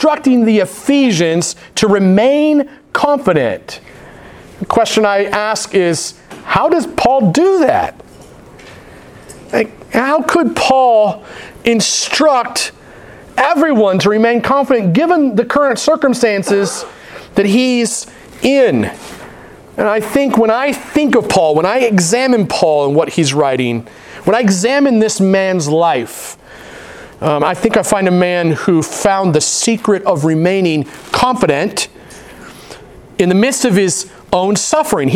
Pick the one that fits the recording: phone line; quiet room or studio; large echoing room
large echoing room